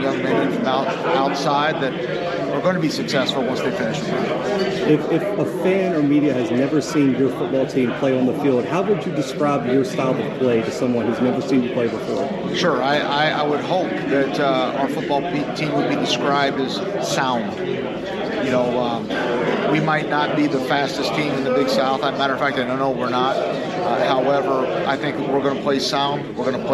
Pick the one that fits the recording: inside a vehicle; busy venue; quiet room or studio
busy venue